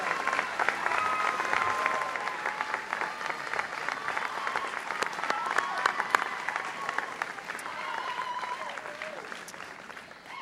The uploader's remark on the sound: Princeton University's 2010 Class Day ceremony